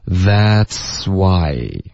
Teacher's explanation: That's 跟 why 直接连着一口气说出来，就变成 why。That's why. Why 跟 I 也要连读，之间会出现一个很轻的 y 的音。Why I, why I.然后 can't 的 t 的音会省略。